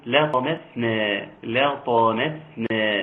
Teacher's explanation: طبعا يراعى ترقيق الميم في كلمة لطمان، نعم، والسين كمان ما طلعتش صاد